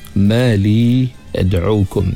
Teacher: kita baca dengan dua ataupun empat harakat pada li